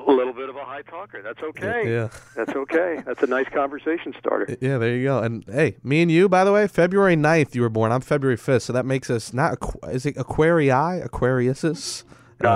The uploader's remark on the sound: over the phone